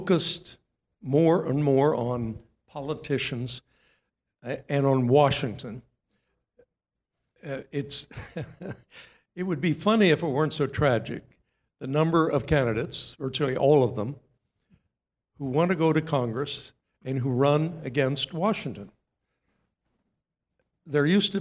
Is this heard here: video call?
no